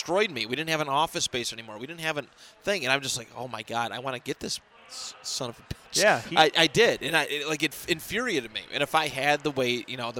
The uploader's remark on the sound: Recorded at The Podcast Precinct Redemption Fundraiser